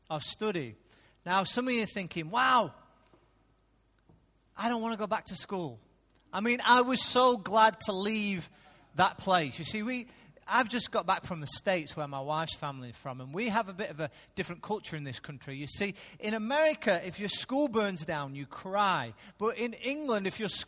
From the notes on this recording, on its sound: Recorded live at Life Church on Sunday 13th August 2017.